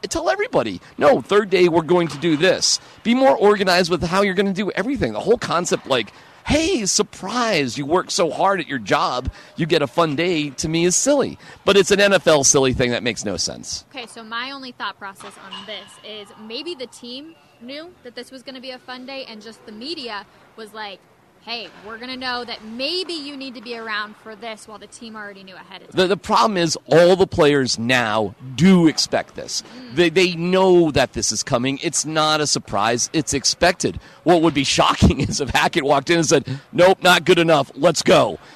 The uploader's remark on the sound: Live from Ball Arena ahead of Game 1 between the Avalanche and Lightning.